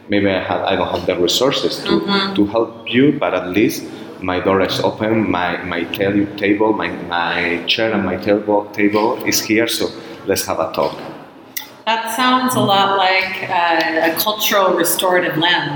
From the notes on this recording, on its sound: On location in Spain. On location for the EFRJ Conference, June 22, 2023 in Pamplona, Spain.